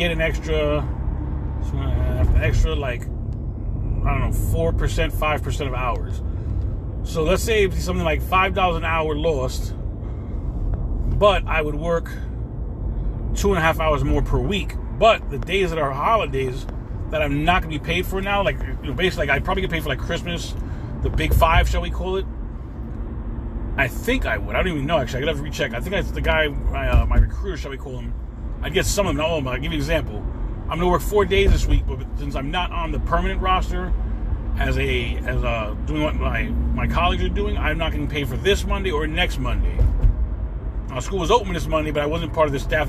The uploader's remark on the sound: In this CarCast